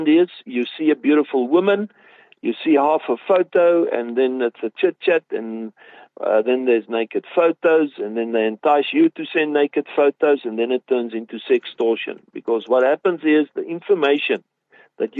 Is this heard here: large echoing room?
no